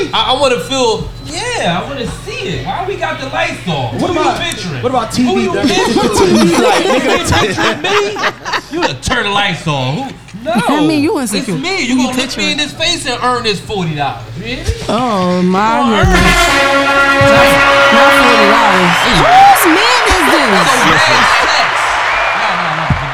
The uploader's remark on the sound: Recorded live Tuesday Night 3/7/23 for "Krush Lounge" in Philadelphia Pa!!